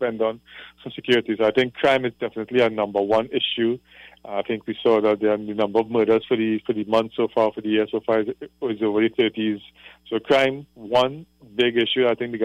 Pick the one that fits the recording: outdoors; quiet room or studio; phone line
phone line